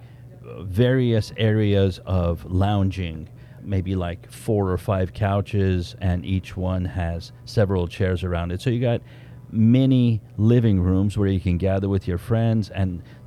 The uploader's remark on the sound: On location at Che'root, where it all started!!